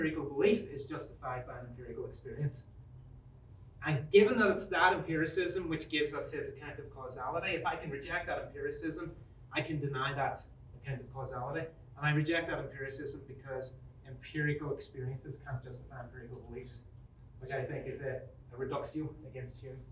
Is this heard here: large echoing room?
yes